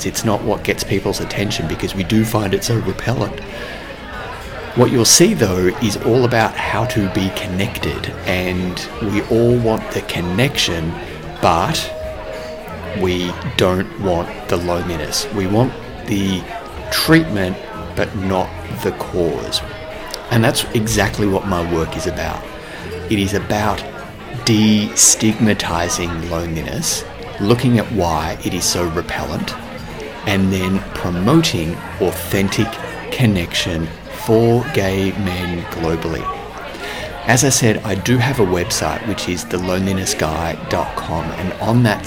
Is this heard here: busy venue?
yes